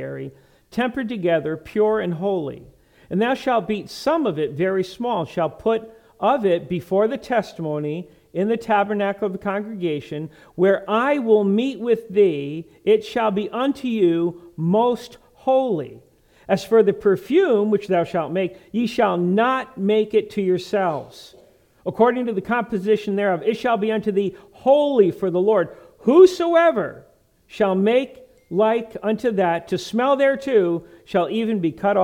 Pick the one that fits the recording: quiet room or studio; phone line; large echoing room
large echoing room